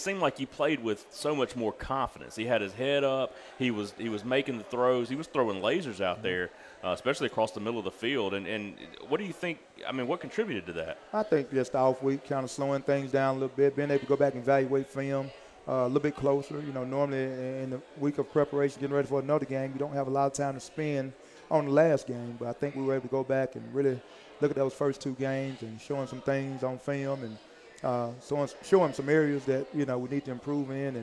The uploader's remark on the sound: live from Walk-On's